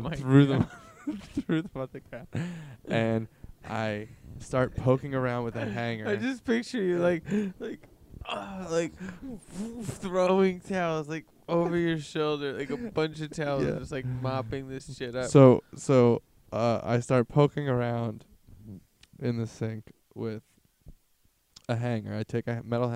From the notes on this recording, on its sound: The episode is recorded in a haunted forest so there is background noises throughout.